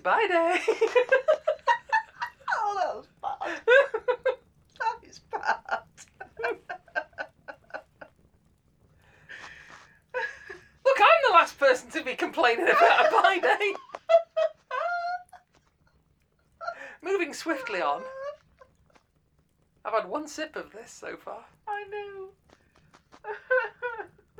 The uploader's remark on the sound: Background fire ambience by inchadney from freesound.